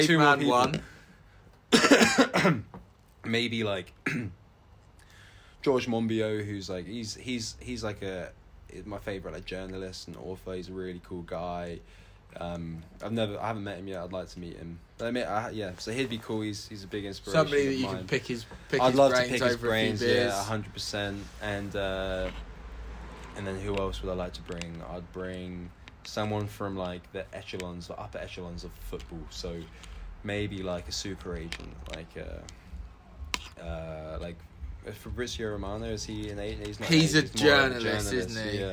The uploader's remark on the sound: This week's episode comes from the garden of 'Pub of the year' The Gun in Findon Village